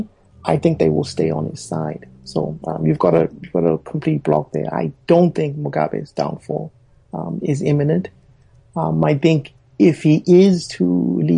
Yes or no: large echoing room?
no